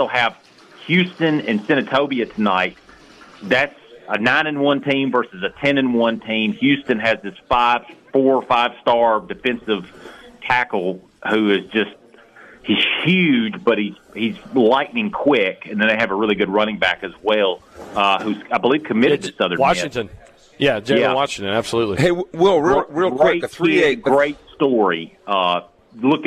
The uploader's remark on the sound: Broadcasting from the Mississippi Armed Forces Museum at Camp Shelby for Veterans Day